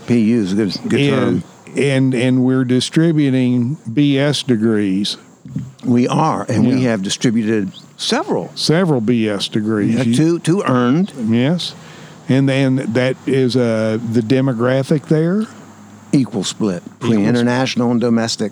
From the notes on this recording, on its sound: This episode was recorded at Saluda Outfitters, home of Green River Eddy’s Tap Room & Grill.